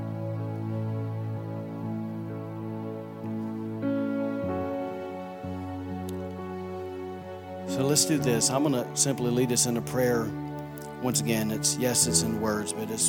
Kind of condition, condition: setting, large echoing room